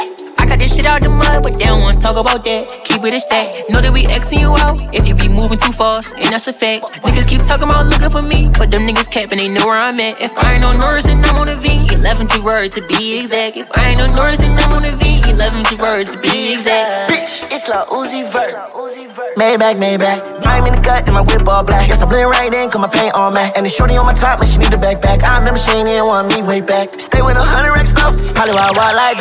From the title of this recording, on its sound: LIVE from Hashtag Lounge - Alexandria, VA